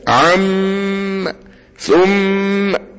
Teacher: ناخد حركتين ونضم بالنسبة للميم، نضم شفتين كويس